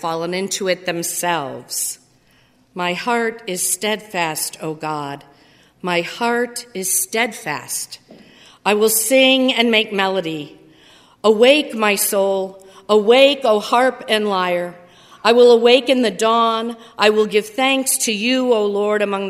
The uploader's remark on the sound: during the Crossroads service (9:30 am) on Sunday, December 6, 2015, at First Presbyterian Church of Arlington Heights, Illinois.